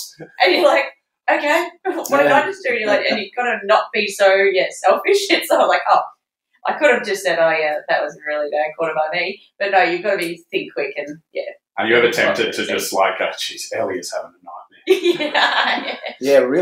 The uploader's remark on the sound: the audio is a bit tinny